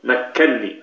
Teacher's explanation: أصل هذه الكلمة مكنني، قال ما مكنني فيه ربي خير، أصلها هكذا، فأدغمت النون الأولى في النون الثانية، هي بدل أن تكون مكنني تكون مكنني ثم تدغم مكنني، هذا إدغام كبير، فأدغمت النون الأولى في النون الثانية إدغام مثلين كبيرا، وصار النطق بنون واحدة مشددة